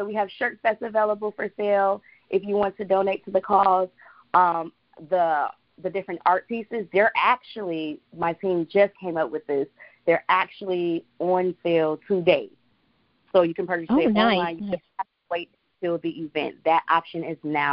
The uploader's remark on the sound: On the phone w/ CEO & President of Rhianna's Treasured Gifts